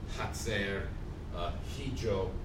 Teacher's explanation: it was an aspirated, a voiceless aspirate, of like an English H in those words where you actually pronounce the H